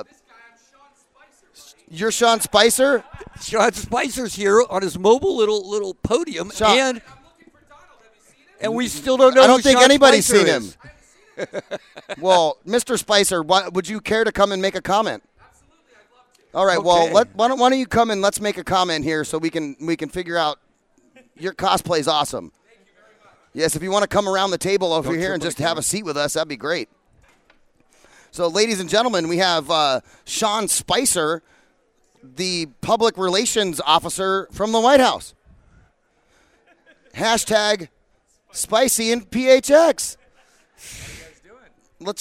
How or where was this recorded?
busy venue